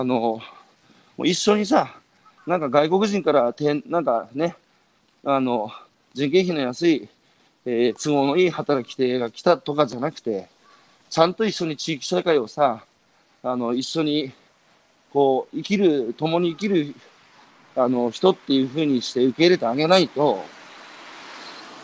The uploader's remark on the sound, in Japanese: 歩きながら1時間、対談する